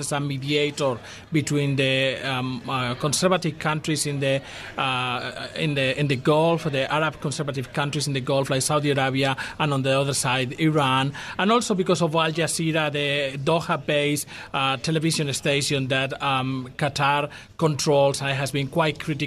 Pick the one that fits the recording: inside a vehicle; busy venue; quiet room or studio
busy venue